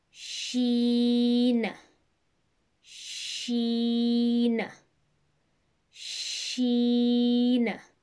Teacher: the pronunciation of Sheen is from the middle part of the tongue